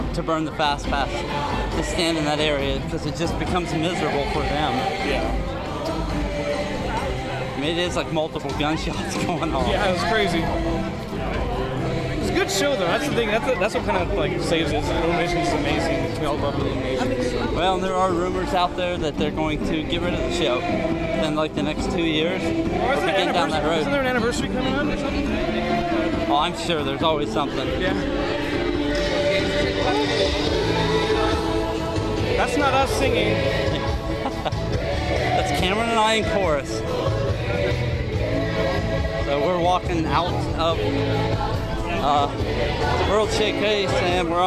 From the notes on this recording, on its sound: Live in Disney World. Follow along as they wander the parks.